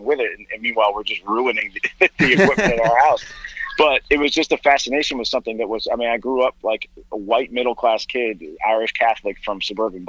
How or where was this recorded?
phone line